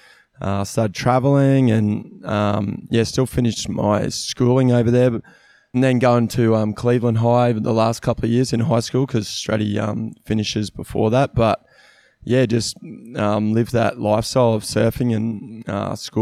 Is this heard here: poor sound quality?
no